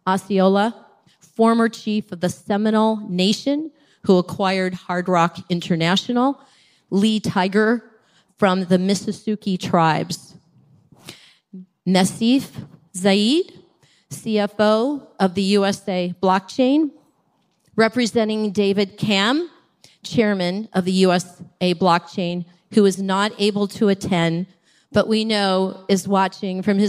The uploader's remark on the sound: It’s a beautiful day in San Francisco and we’re coming to you live from the very first Litecoin Summit!